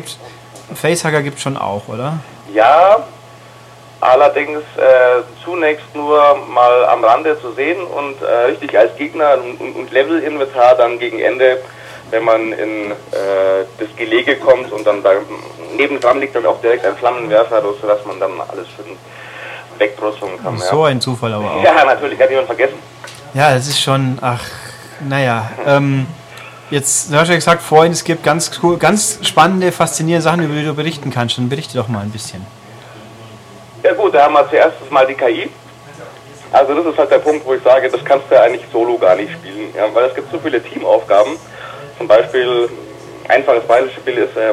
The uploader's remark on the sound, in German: Wir lassen uns von technischen Problemen bei der Aufnahme und mangelnder spielerischer Qualität doch nicht schrecken! In angemessenem LowFi-Ambiente.